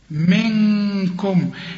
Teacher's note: النون اللي بعدها كاف، والكاف من حروف الإخفاء، غن هنا · Term: غنة